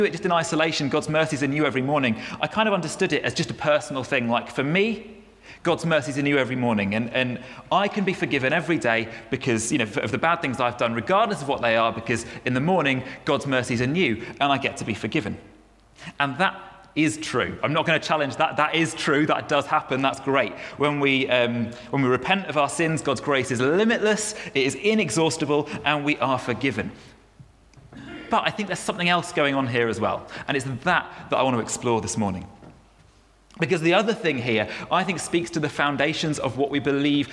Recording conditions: large echoing room